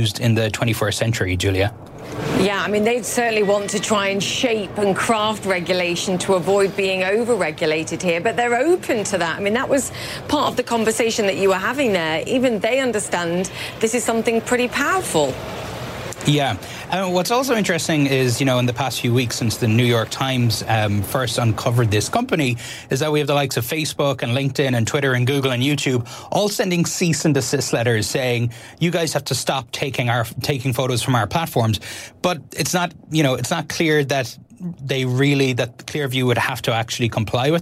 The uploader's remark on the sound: live from the New York Stock Exchange